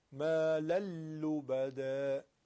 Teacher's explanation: ادغام هم که بشه کلن تنوین و اون نون ساکنه یعنی از بین میره، حرف بعدی که لام باشه تشدید میگیره